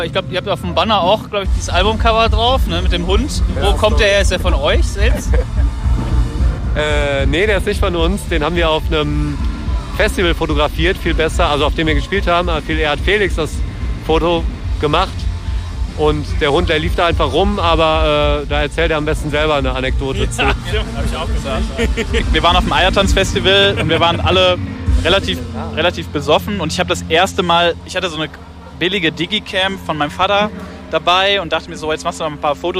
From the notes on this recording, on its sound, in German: beim Green Juice Festival abgegriffen